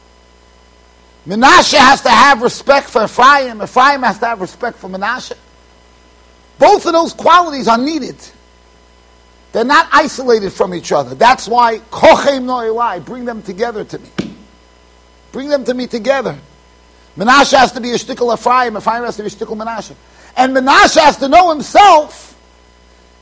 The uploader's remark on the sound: Shiur recorded in Yeshivas Ohr Reuven, Monsey NY.